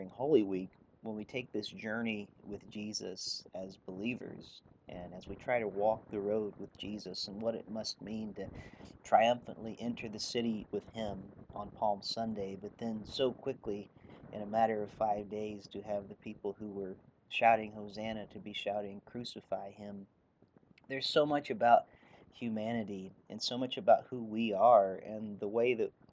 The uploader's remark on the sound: The audio on today's episode turned out to not be great. I'm not sure why there is so much background noise on the audio but given the nature of the episode I couldn't rerecord it so it is what it is.